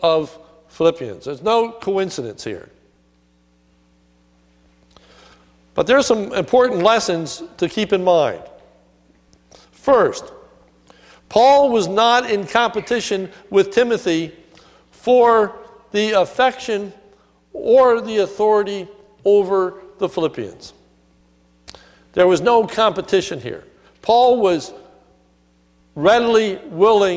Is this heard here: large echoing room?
yes